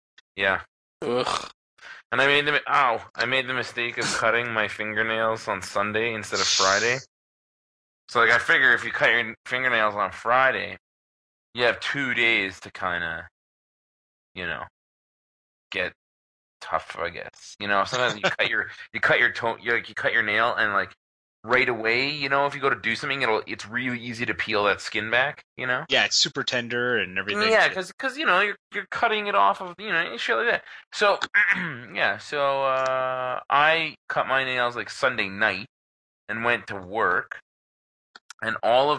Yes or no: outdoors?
no